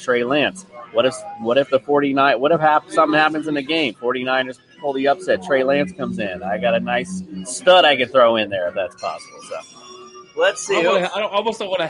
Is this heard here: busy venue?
yes